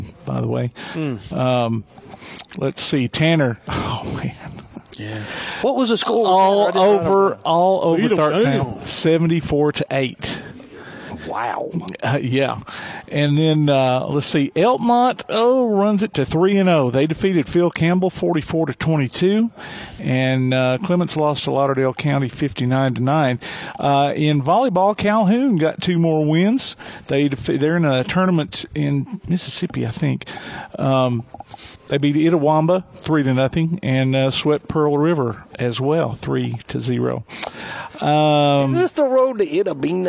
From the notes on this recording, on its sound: Live at the Rocket City Trash Pandas store